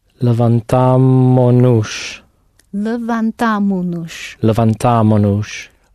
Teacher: Now we're going to add noush for ourselves, but before we hook on the noush, we're going to take off the S at the end of levantamos.